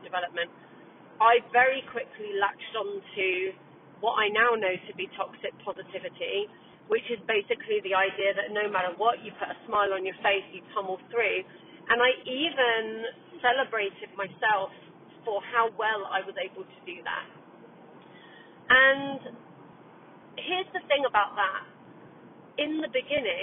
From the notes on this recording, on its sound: Please excuse the dodgy sound quality.